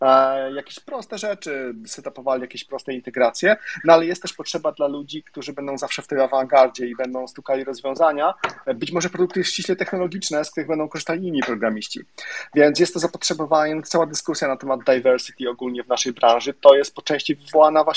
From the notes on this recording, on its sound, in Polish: To jest nagranie Twitter Spaces, więc rozmowa toczyła się na żywo i interaktywnie